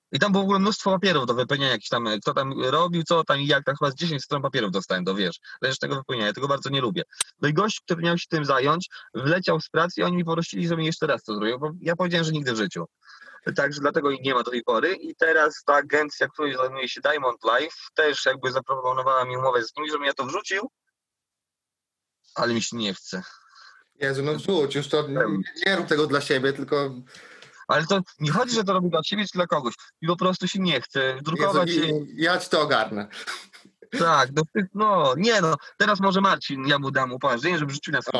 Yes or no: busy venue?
no